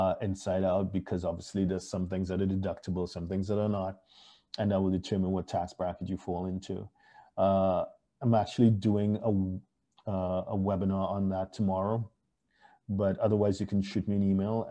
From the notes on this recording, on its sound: Thank you for joining us on Zoom.